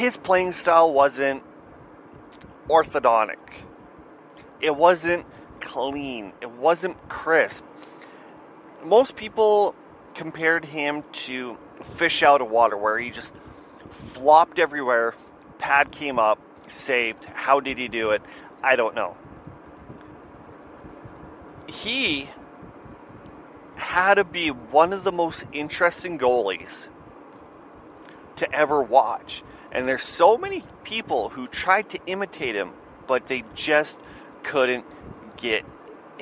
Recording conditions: sounds in the background